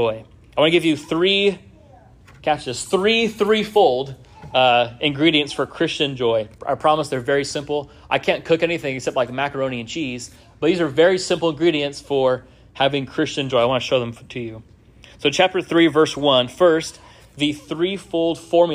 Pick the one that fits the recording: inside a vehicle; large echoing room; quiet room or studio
large echoing room